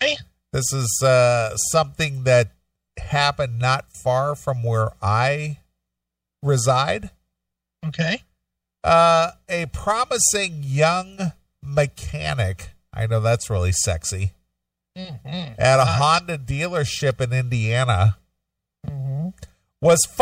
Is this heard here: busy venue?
no